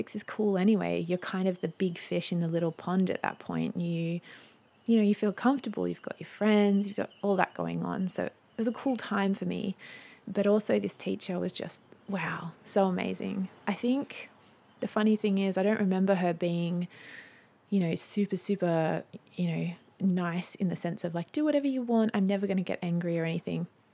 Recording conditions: sounds in the background